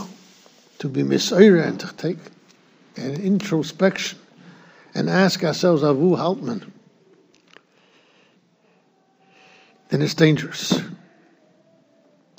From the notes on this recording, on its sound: Shiur recorded in Yeshivas Ohr Reuven, Monsey, NY.